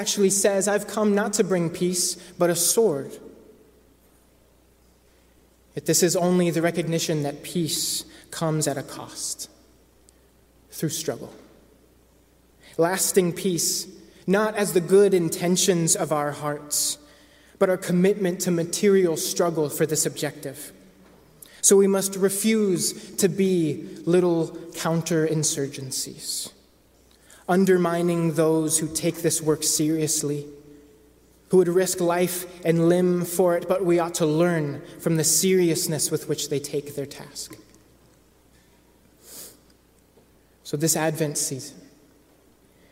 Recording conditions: large echoing room